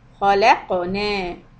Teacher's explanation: So خَا heavy, لَام soft and قَاف قَلْقَلَة.